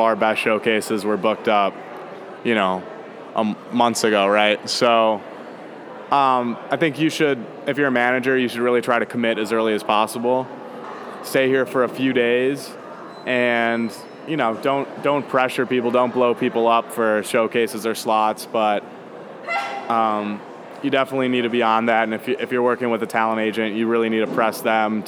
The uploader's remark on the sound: Recorded at SXSW 2016 on Monday, March 14th